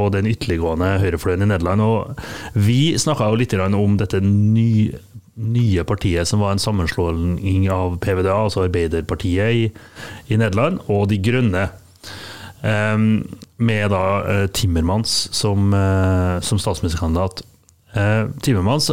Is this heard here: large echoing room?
no